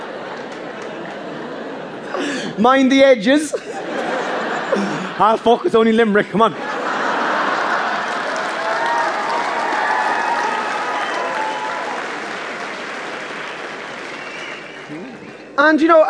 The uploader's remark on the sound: The Comedian's Cut: Live at Vicar Street. Format: Original Recording. Publisher: Redbush Entertainment.